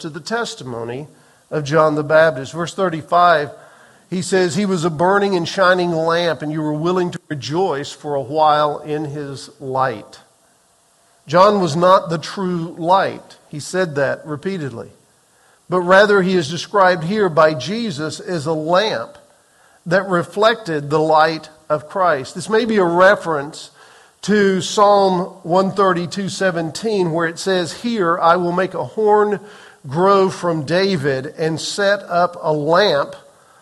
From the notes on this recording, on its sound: Recorded on April 30, 2023 in the 8:15 am Worship Service